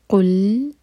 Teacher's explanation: قل جب ہم لام پر پہنچے تو ہونٹوں کو پھیلا لیں قاف پر جو دمہ ہے اس کے لیے ہمارے ہونٹ گول ہوں گے لیکن لام پر ہوٹ کول نہیں رہنے چاہیے